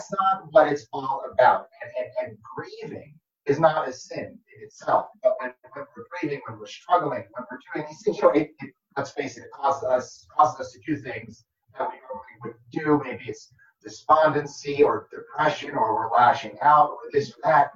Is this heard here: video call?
yes